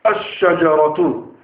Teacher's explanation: Lam has merged into the sheen and disappeared completely. You don't recite it.